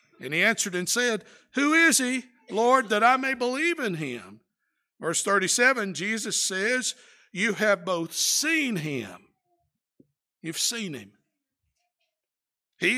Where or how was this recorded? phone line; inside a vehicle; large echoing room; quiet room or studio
large echoing room